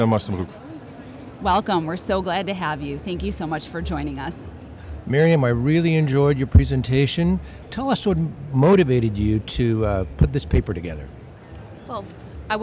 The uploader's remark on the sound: Fertility and Sterility On Air - Live from ESHRE 2023.